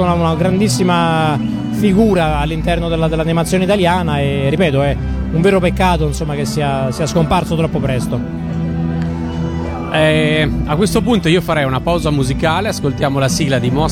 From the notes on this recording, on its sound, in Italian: intervistato a Lucca Comics & Games 2013